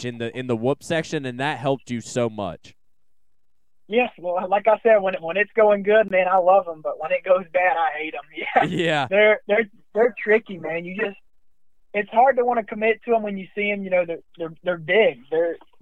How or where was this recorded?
phone line